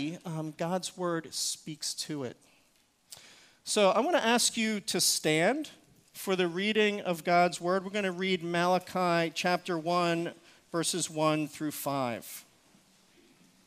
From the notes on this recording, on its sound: Recorded service from January 7, 2024.